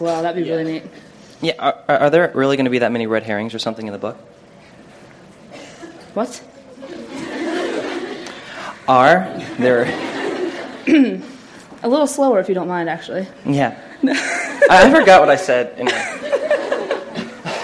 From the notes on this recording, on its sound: LIVE From London. MuggleCast is LIVE in London for Waterstone’s Beedle the Bard release party!